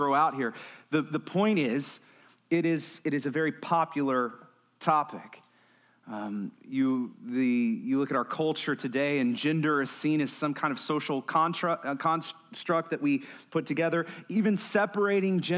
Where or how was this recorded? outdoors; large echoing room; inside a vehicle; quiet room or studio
large echoing room